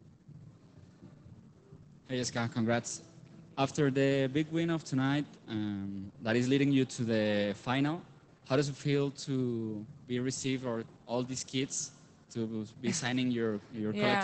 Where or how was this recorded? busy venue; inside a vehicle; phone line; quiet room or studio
busy venue